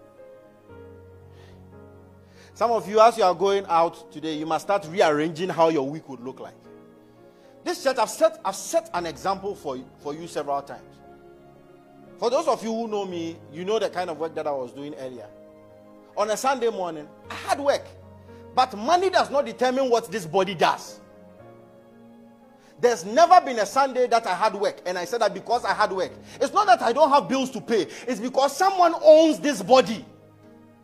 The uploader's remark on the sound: Message preached at ICGC Rehoboth Temple - Toronto